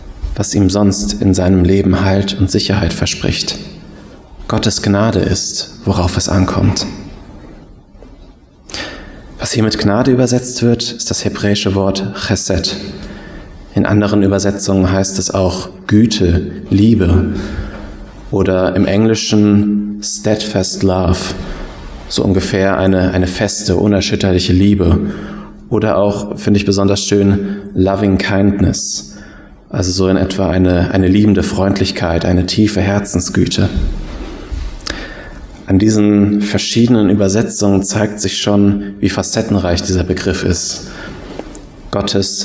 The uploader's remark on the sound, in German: Predigt aus dem Gottesdienst